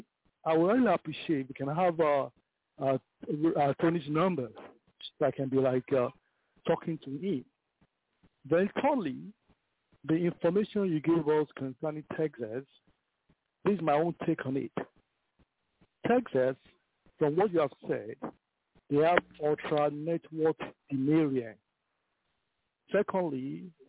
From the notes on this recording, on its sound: TNTSuperfantastic Conference Call - Friday, May 28, 2021